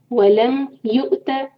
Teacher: جب بھی حمزہ کے پر سکون ہوتی ہے تو جھٹکا دینا ہے وہاں پر، لائک کٹ آف ساؤنڈ کی آواز آنی چاہیے